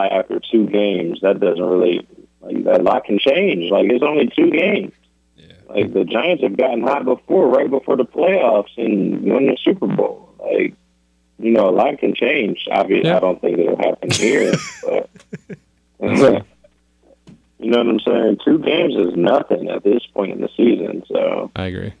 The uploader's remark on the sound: joins us via telephone